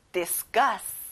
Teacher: 여기는 끝에 gus의 강조를 넣어보세요.